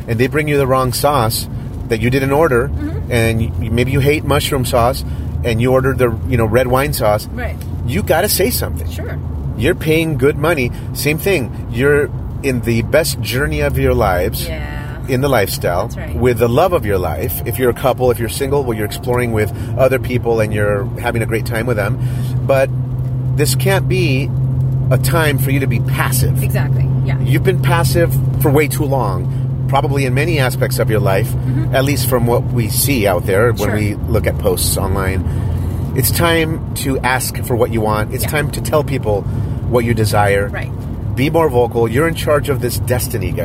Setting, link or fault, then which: setting, inside a vehicle